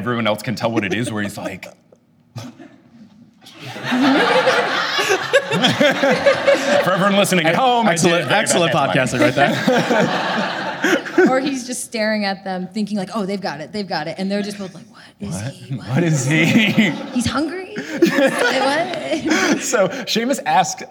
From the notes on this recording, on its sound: In front of A LIVE AUDIENCE AT LISTEN UP PORTLAND!